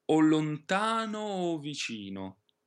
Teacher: La prima è un pochino più aperta, la prima O, perché non è accentata. La seconda è un pochino più chiusa.